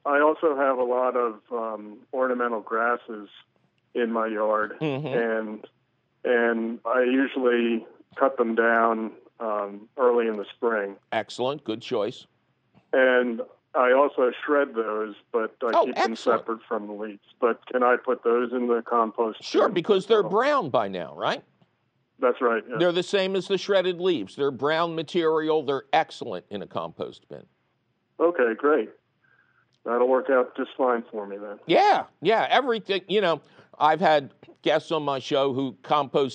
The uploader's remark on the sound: he takes you fabulous phone calls